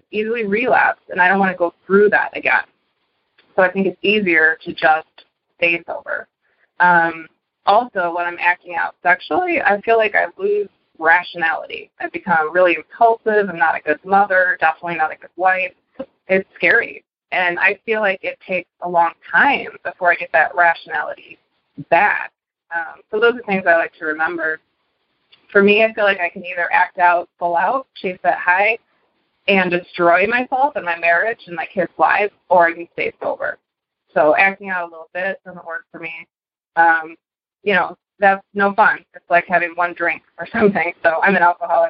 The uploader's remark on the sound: Noon Phone Speaker Meeting